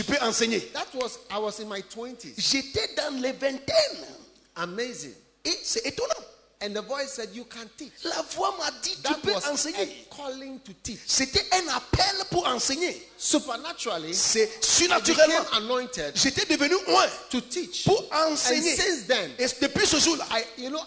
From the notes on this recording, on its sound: Preached at a Healing Jesus Campaign Pastors' Conference in Bertoua, Cameroon